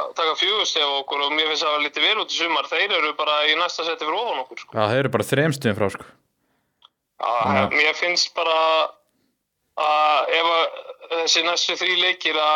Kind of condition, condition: link, phone line